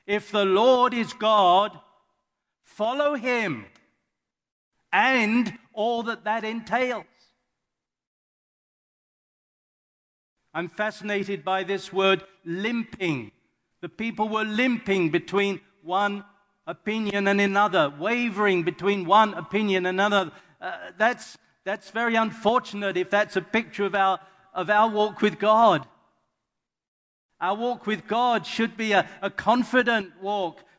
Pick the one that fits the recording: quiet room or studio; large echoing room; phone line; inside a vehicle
large echoing room